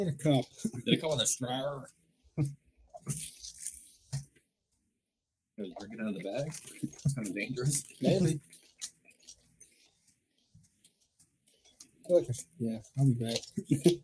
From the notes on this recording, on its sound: Mic control still eludes the podcast for some reason.